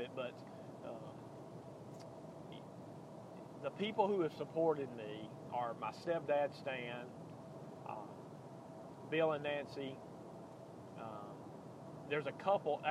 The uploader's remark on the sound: driving home from Tuscaloosa